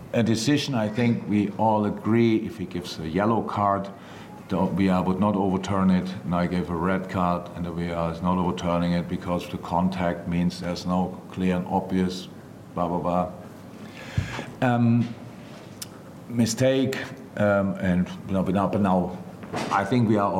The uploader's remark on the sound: LFC Post-Match Press Conference.